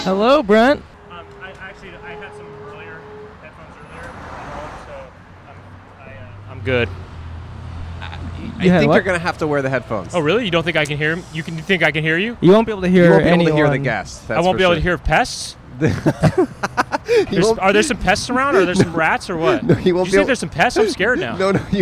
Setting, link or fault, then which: setting, outdoors